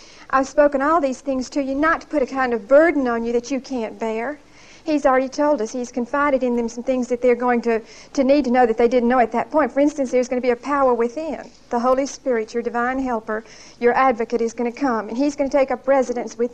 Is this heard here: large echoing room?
yes